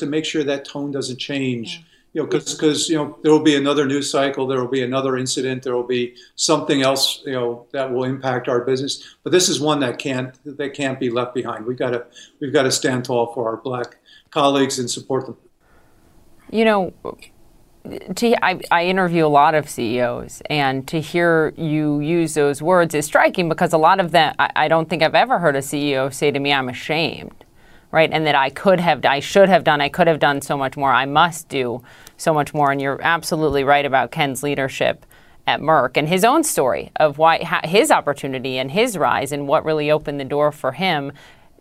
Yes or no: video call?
no